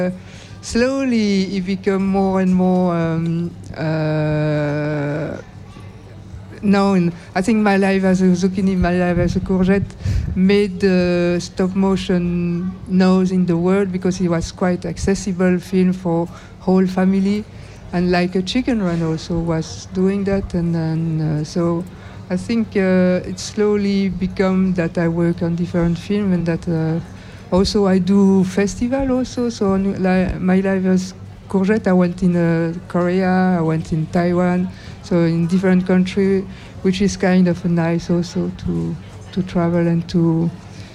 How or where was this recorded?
busy venue